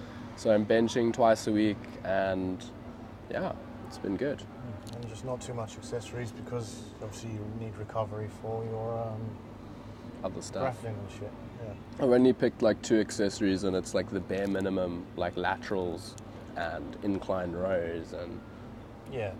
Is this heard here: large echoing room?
no